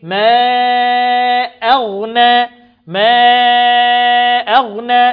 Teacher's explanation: الغين حرف مفخم والغين ساكنة في المرتبة الرابعة في التفخيم